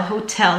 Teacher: přízvuk je na tom tel, hotel. Není to hotel, ale je to hotel.